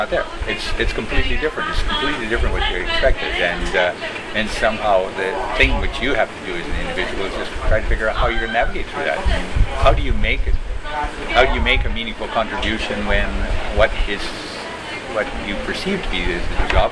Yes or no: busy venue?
yes